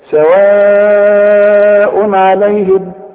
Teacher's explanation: ايوه العين دي من حروف الابهار. كل تنوين بعده عين ما غنش